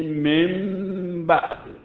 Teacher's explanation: در حرف ب اقلاب کن، قلبش بکن به میم